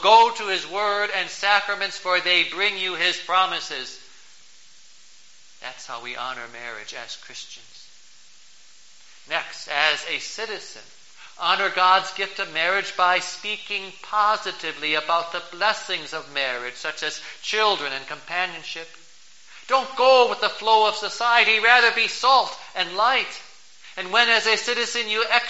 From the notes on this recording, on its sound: Preached on October 14, 2012, for the Twentieth Sunday after Pentecost, at St. John's Ev.